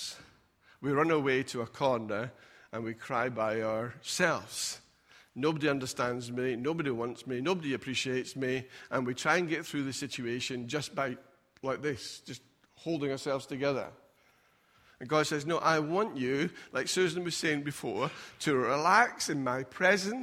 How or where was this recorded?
large echoing room